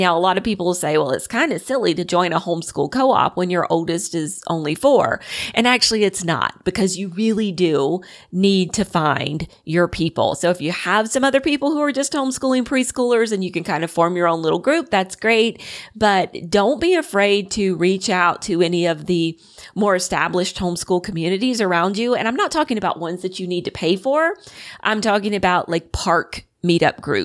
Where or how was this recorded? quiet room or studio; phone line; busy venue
quiet room or studio